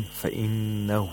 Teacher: We have إِشْبَاعَ of هَاءُ الضَّمِيرِ، and the word فَإِنَّهُ، the ha has to be pronounced like a long vowel because it's preceded by a letter with a haraka, with a short vowel.